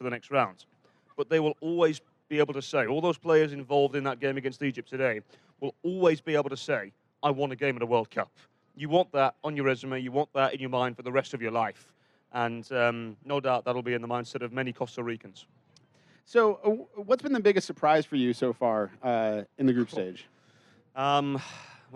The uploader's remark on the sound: World Cup Action LIVE From Brit's Pub. Record a live Sound of the Loons podcast at Brit's Pub in downtown Minneapolis between World Cup Matches.